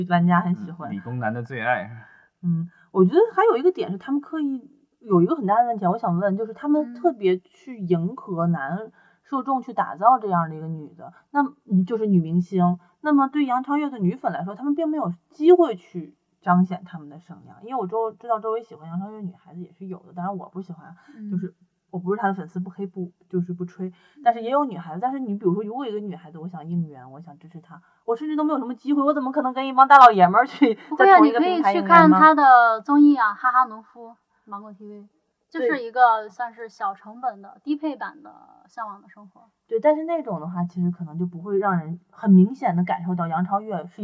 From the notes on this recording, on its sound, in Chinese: 本期节目因录制时遇到技术问题，音质略差